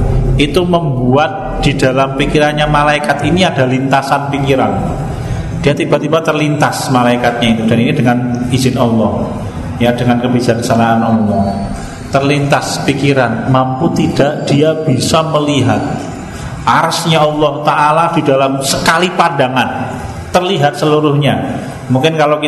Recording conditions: large echoing room